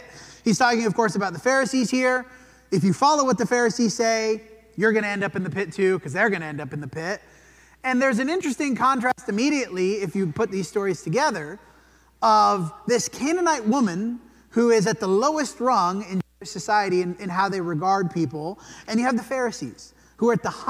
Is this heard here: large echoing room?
yes